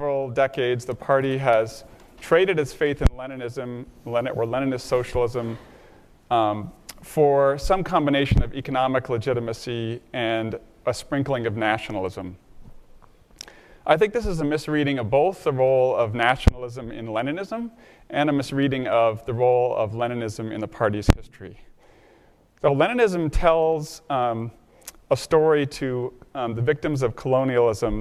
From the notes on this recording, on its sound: Q&amp;A with the audience